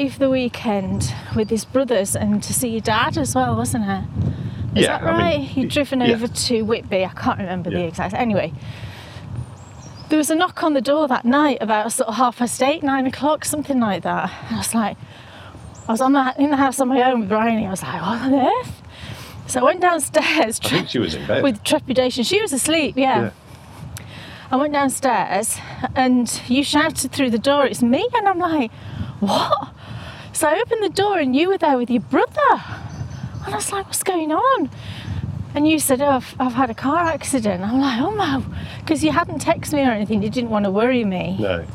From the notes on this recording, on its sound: Head out for a winter walk